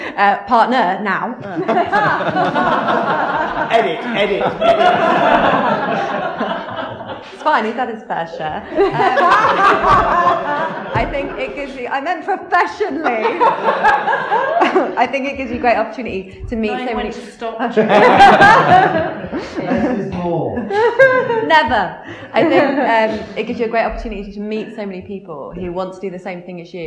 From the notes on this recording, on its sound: NVT 70th Anniversary LIVE! Recorded at the NVT studio theatre.